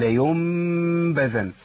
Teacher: المذهب اللي بيقول اطباق الشفتين هنقول له لا، ما ينفعش اطباق الشفتين، لان لو اطبقت شفتين هعمل اظهار الميم، اقول لا ينبذن كده اظهار الميم.